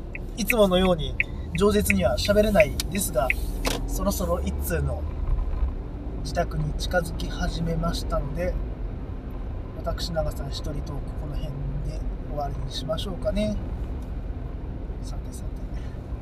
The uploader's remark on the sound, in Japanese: 136回目は普段と違い車内での録音となります。スーパー銭湯に向かう道中の車内トークをお届けします。